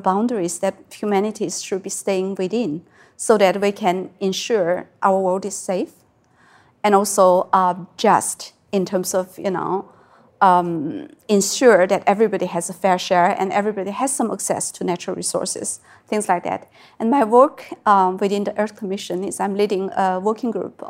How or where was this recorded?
live audience